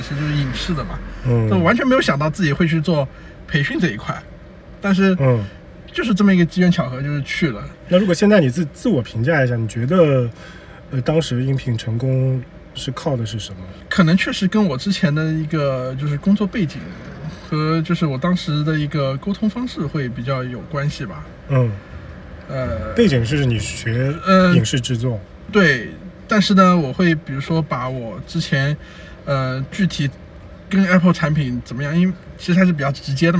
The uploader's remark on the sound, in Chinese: 这期开荒播客是在路边的车厢录制，恰逢咽炎鼻炎，可能收听体验不太好。